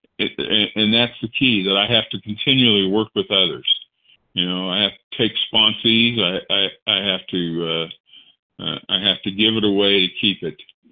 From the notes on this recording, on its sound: 100 Pounders Phone Meeting.